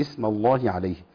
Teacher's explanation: اسم اذا بدانا بيها نبدا بايه بهمزه مكسوره، اذا بدانا بالكلمه نقول ايه اسم الله عليه، لان كتير من الناس بيجي يتلخبط في بيجي يبدا منها بيها فيقول ايه اسم الله ما تمشيش ولا اسم الله ما تمشيش.